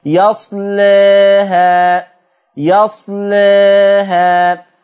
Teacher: طب لو انت هتقلل الألف يصلاها، يصلاها، شوفوا عشان اعمل تقليل للألف رققت اللام · Term: ترقيق اللام